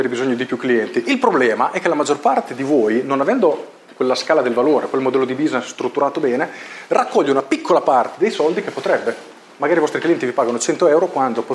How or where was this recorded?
live audience